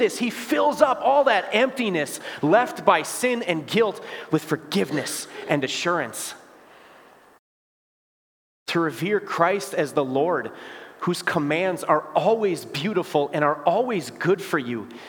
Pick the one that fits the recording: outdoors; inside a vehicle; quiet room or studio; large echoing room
large echoing room